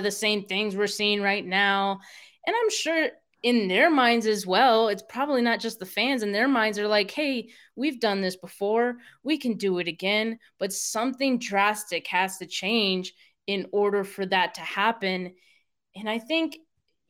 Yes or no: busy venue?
no